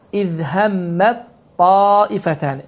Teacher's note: Deməli, idğam əl-mütəcənisin qaydası baş verir ki, tə hərfi ta hərfinə idğam olunur və burada tə hərfi oxunmur. Və təcvid əhkamına görə bu ayənin oxunuşu belədir: "İz həmmət taifətəni." Baxın, "İz həmmət taifətəni." Tə hərfi oxunmadır.